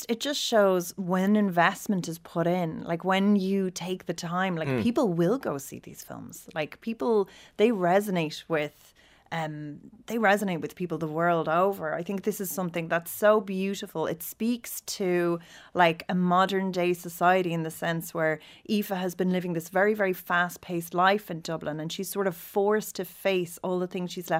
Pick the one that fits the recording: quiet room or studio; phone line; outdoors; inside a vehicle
quiet room or studio